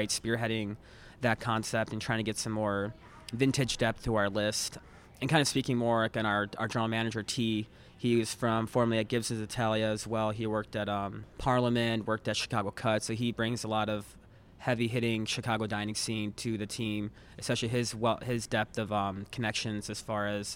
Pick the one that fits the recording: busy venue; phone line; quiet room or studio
busy venue